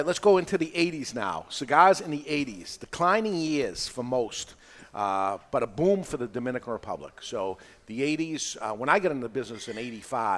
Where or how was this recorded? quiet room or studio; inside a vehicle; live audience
live audience